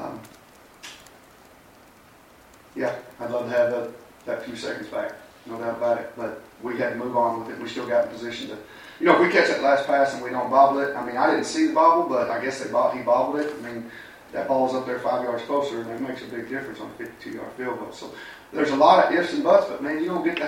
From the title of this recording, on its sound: Press Conferences & Post-Game Interviews